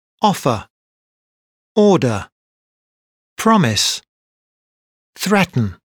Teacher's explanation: Stress on first syllable.